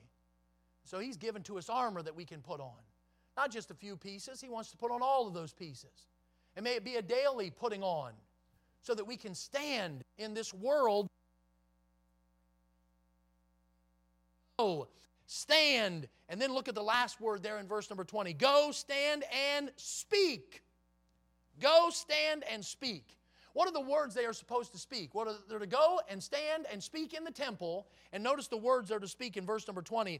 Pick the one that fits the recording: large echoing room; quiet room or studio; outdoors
large echoing room